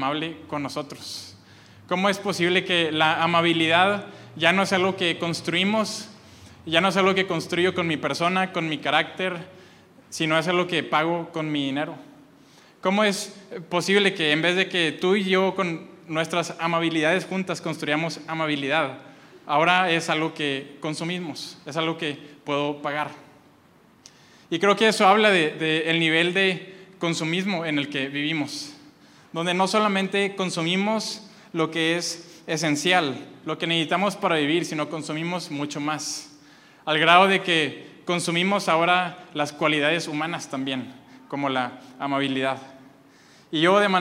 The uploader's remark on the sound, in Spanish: Este mensaje fue grabado el domingo 25 de febrero desde Aliento en Monterrey, NL.